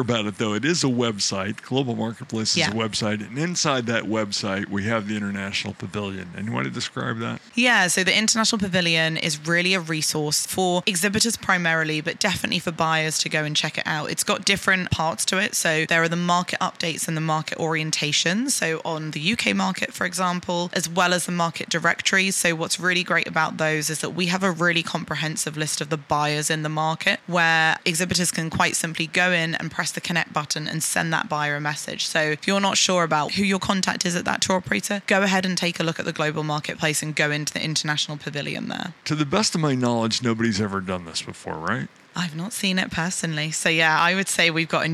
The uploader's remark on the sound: Live From IPW